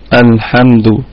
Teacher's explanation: الحمد لام قمرية مظهرة، حروف الاظهار هي ابغي حجك، حجك حرف الحاء وخفع قيمة. طيب ونراعي كمان في اللام صفة البينية، أنها بين الشدة والرخاوة